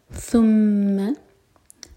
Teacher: زبان اوپر والي دانت کو تچ کرے گی تھوڑی سی ٹپ باہر ہوگی